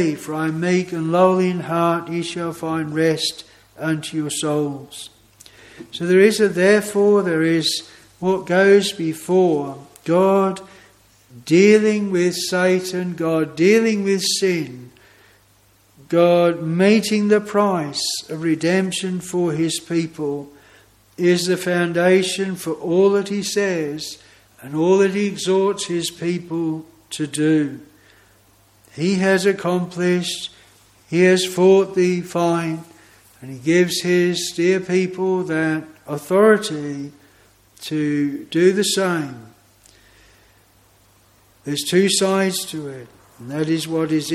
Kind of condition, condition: setting, large echoing room